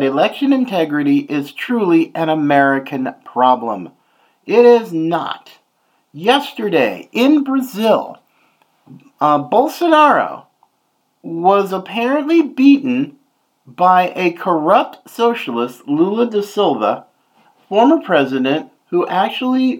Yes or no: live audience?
no